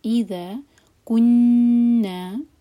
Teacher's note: آیہ نمبر 11. اذا الگ ورڈ ہے اور ایدا الگ، تو ای پر تھوڑا سا زور دے کر پڑھیں گے تاکہ ایک ورڈ نہ لگے